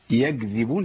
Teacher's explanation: الكاف من صفاتها الهمس. ولو انا ما همستش بالكاف اقرب حرف يطلع معايا هو حرف الجيم